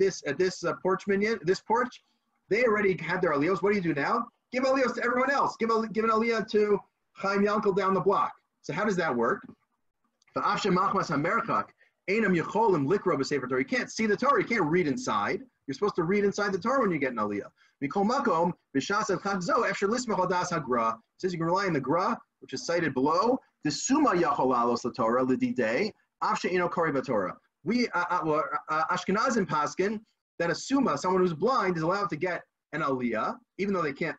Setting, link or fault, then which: link, video call